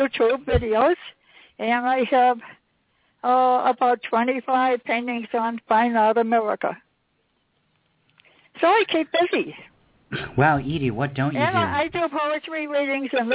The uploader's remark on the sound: It was truly the international edition of Poetry Super Highway Live this month with callers early in from Australia and Singapore In addition to folks representing the good old U.S.A.